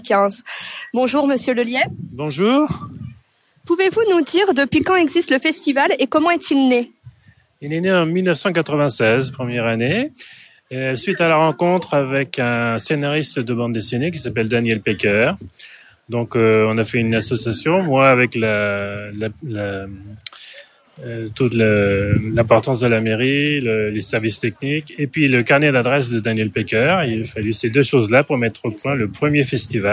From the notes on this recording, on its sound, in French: Bonus Micro-trottoir par Radio Darnétal Jeunes 2.0. Petit bonus à notre épisode sur le festival NormandieBulle avec le micro-trottoir des jeunes de Darnétal, venus s'exercer à nos côtés.